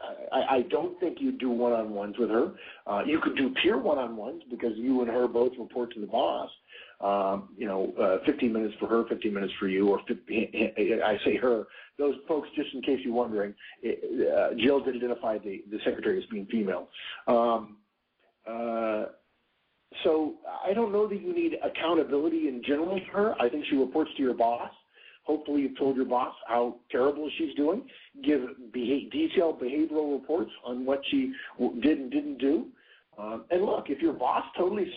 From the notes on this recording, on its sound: November 2010 Conference Call